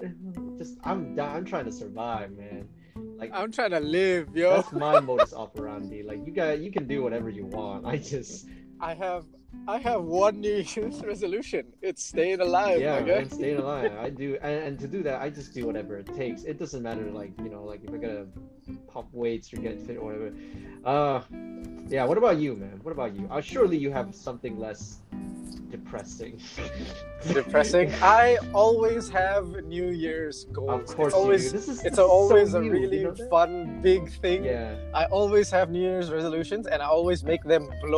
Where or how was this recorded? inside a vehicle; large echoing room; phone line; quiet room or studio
inside a vehicle